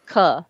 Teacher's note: So for Americans, they hear it as a G, but it's actually a K, but I'm not aspirating · Term: unaspirated K